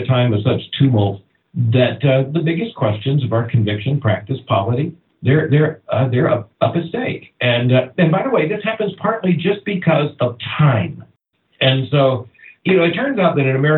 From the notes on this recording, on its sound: Travel schedule and the tech we use to record the audio is not quite up to our normal standards. The dip in audio quality.